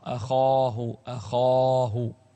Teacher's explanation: أخاه في أعلى مراتب التفخيم